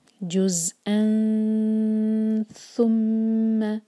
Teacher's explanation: ہم اخفا کریں گے نون کی آواز کو چھپائیں گے اور ثا کے لیے زبان تیار رکھیں گے اور 2 سیکنڈز کا ٹائم دیں گے.